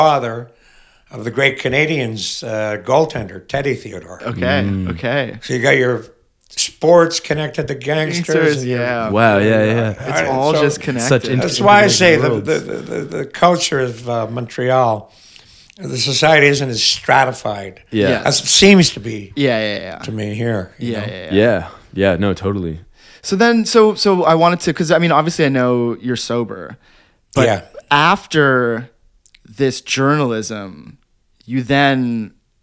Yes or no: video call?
no